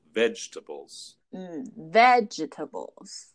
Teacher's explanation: we want to stress the first syllable